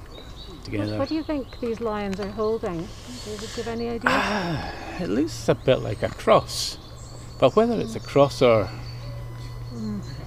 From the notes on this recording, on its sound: A walk round the grounds at Lauriston Castle